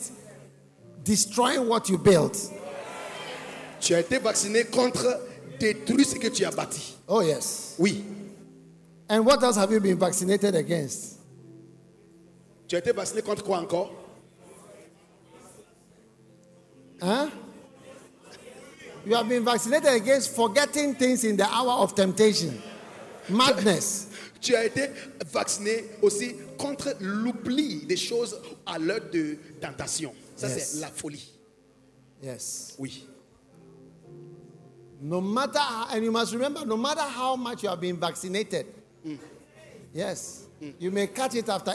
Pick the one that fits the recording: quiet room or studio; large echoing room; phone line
large echoing room